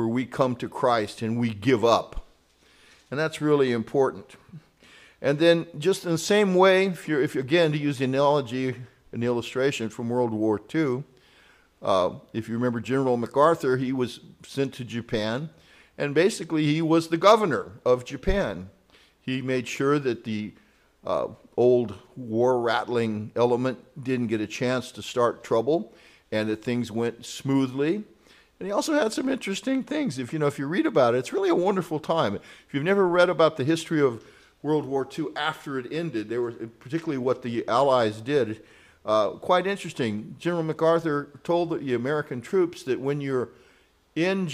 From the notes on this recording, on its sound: Grace Presbyterian Church Live stream in Redding California